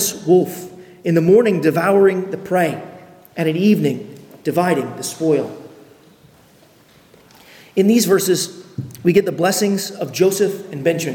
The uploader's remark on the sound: on October 8, 2023 at Arlington Baptist Church in Arlington, Virginia.